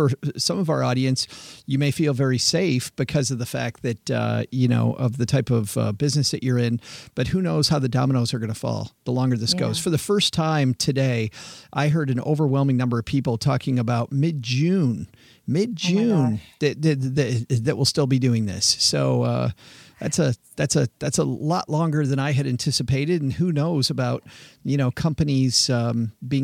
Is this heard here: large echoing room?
no